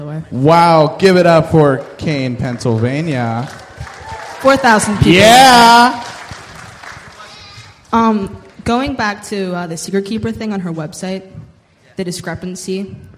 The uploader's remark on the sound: MuggleCast is LIVE from Pittsburgh, Pennsylvania this week